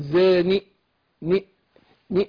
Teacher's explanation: اختلس حركه الكسر اجيب بعضها مش ما اجيبهاش كامله · Term: الروم